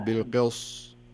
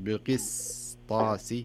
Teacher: لكن حتى في كلمة وزنوا بالقسطاس يعني القاف لأن السين جاية بين حرفين كلها حرف استعلاء بين القاف والطاء فيصبح هناك شيء من الثقل في نطق السين · Shown in: first take